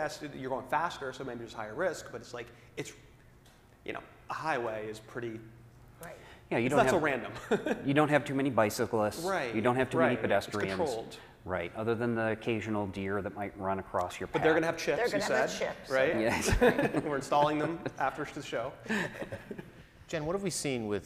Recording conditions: live audience